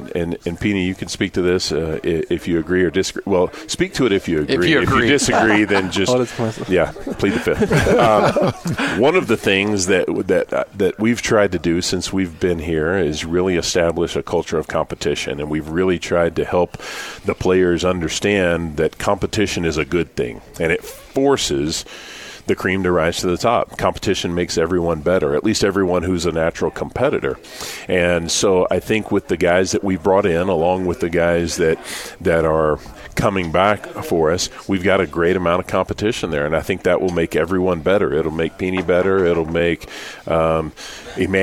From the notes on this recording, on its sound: live from BYU Football Media Day